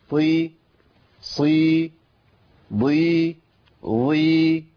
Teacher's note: الحروف الثانية القاف والغين والخاء فيهم استعلاء، وحروف الإطباق فيهم استعلاء، بس الإطباق زاد عليا فبقى التفخيم زائد